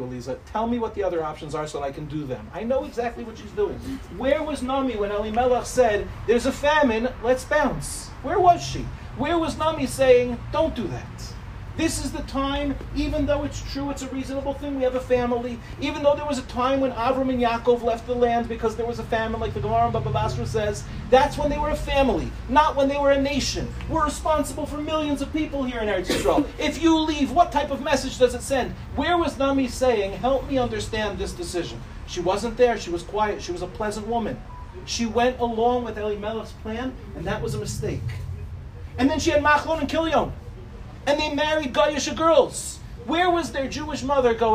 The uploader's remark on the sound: In this shiur, delivered to the Nshei of Rechavia